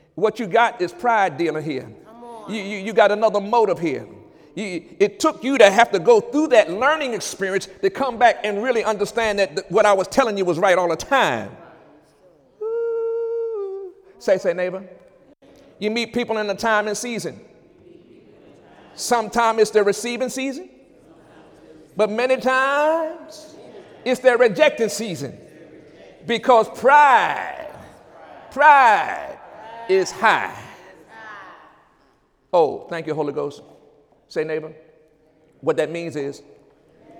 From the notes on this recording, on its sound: During Sunday service on January 29, 2017